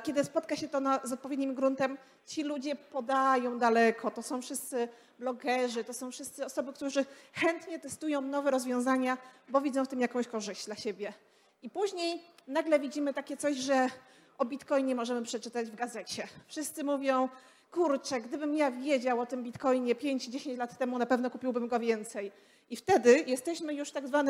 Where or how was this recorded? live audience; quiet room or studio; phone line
live audience